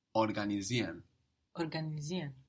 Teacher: Now this I-E-R-E-N ending, which will show you that the verb came in from Latin, is pronounced like ien, mostly. It's contracted in spoken, and the pronunciation you get is ien, so you don't really hear the R there.